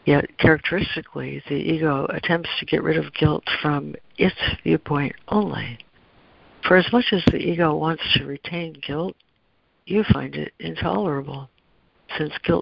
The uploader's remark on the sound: ACIM Daily Conference Call.